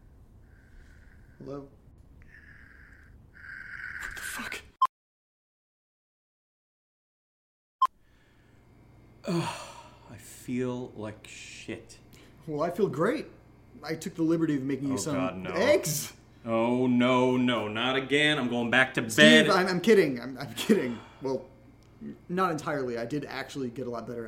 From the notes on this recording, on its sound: DUE TO HOW MAJORITY OF SEASON 1 WAS RECORDED, I AM UNABLE TO RAISE THE AUDIO LEVELS. WARNING, ADS MAY BE NOTICEABLY LOUDER THAN THE EPISODES THEMSELVES.